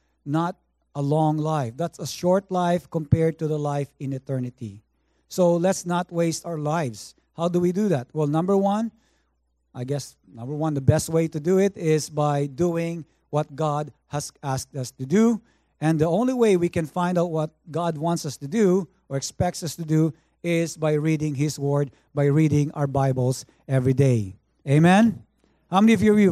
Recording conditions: large echoing room